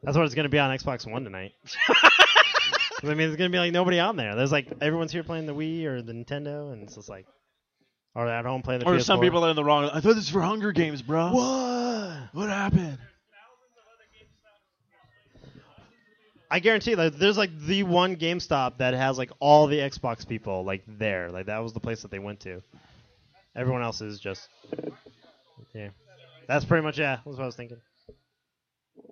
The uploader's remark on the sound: This week’s show is the recording of the Bro’s LIVE Remote event at Gamestop for the release party of the latest next-gen console from Microsoft… the Xbox One!